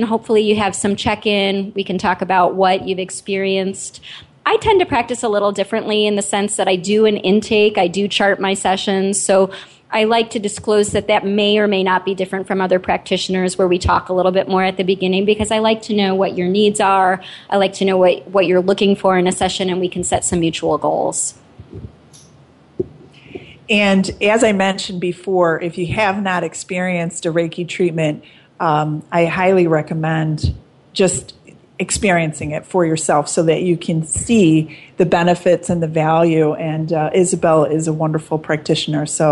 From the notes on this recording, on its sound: With a live audience